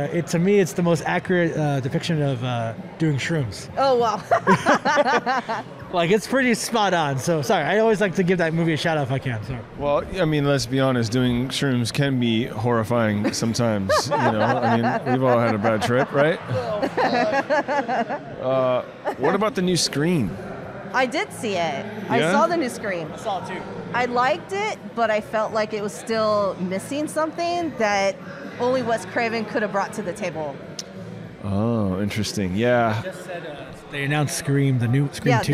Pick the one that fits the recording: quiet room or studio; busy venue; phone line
busy venue